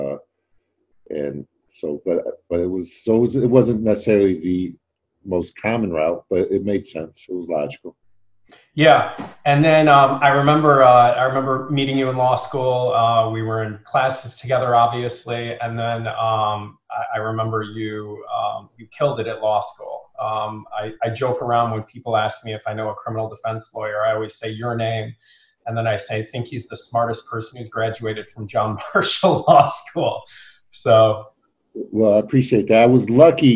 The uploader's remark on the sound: Today’s zoom video podcast